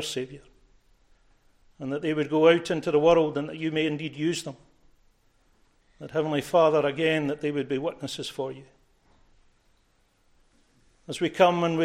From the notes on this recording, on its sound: recorded at North Harris Free Church on the morning of Sunday, 31st December 2023